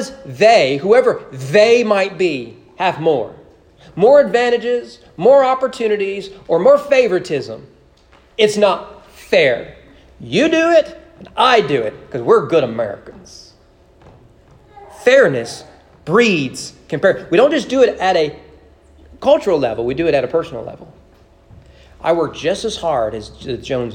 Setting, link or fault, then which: setting, large echoing room